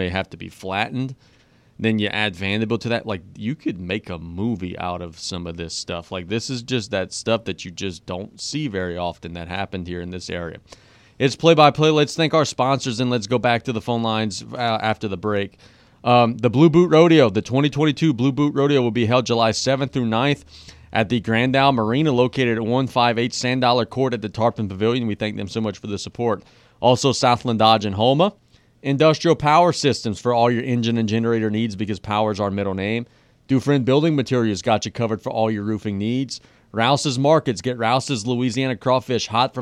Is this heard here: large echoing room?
no